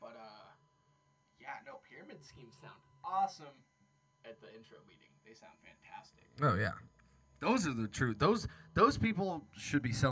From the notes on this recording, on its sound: Please excuse the hum. It wasn't until after the podcast that we figured out some of this old equipment doesn't work the way they used to.